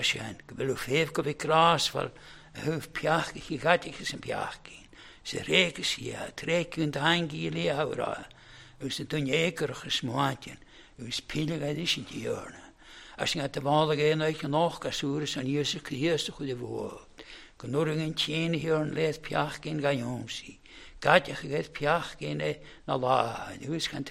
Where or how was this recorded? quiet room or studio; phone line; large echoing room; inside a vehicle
large echoing room